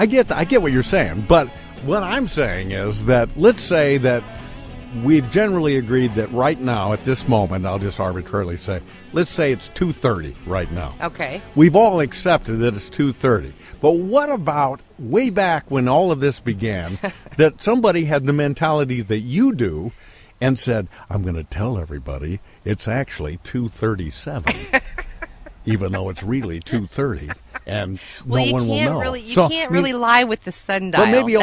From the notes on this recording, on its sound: (And they get a surprise phone call in the middle of the podcast).